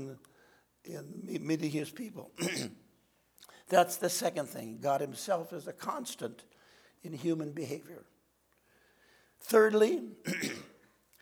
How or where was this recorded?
large echoing room